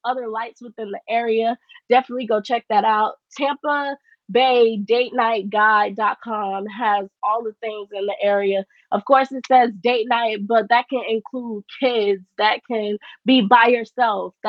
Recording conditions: poor microphone